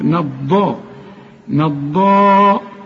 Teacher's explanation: والضاد مفخمة وأعلى درجات التفخيم وخد بالك إنها مشددة